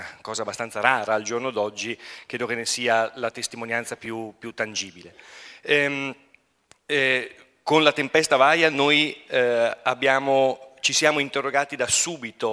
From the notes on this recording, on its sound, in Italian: Sono state proposte alcune delle registrazioni di interventi svolti al convegno. Organizzato a Belluno dalla fondazione Giovanni Angelini – Centro studi sulla montagna.